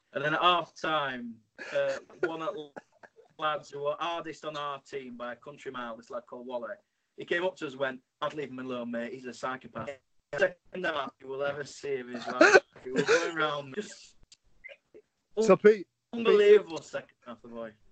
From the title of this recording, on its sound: SkypeCast